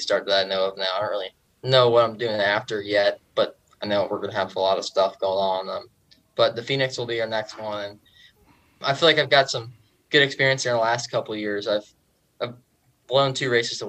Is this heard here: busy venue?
no